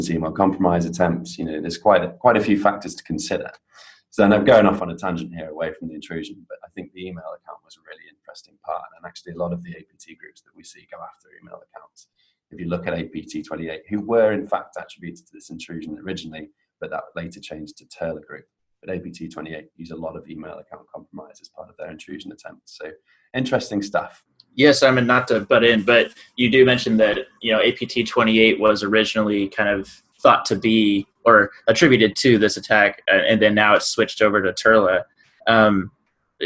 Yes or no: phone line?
no